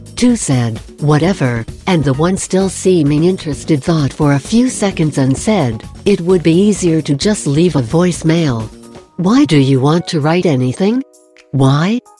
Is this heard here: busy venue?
no